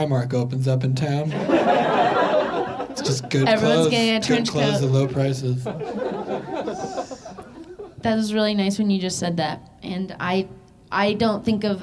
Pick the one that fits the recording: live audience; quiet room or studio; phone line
live audience